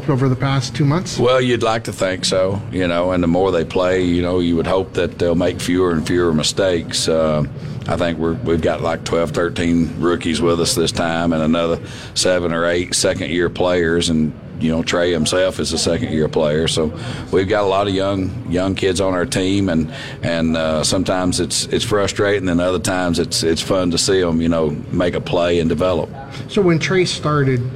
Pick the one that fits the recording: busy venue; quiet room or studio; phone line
busy venue